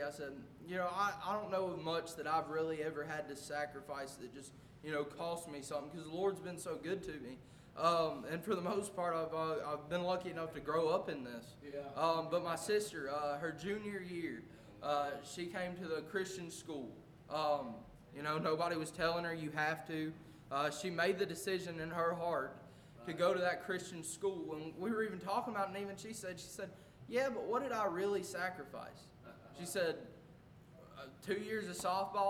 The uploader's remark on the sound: A message preached at Crossroads Baptist Church